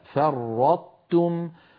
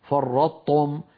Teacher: فنطبق على طاء ثم نحول إلى تاء · Shown in: first take · فرطتم، ولا نقول كما نسمع من بعض إخواننا فرطتم، إذا قلنا فرطتم صار النطق بطاء مشددة وهذا لا تفعله العرب أبدا.